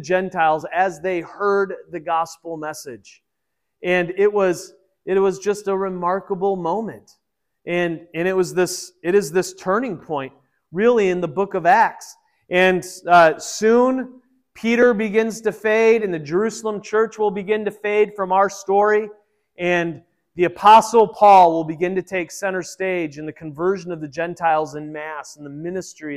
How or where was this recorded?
large echoing room